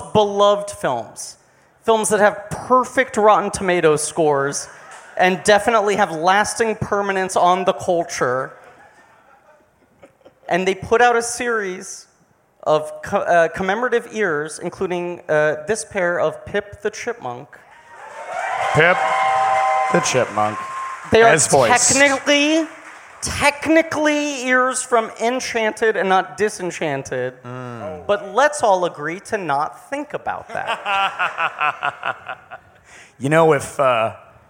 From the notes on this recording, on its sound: Live from Tin Roof in Orlando!